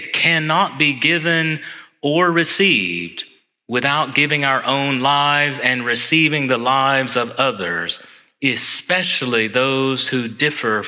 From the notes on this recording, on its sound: Homily preached on Sunday, January 14, 2024, in Church of the Ascension.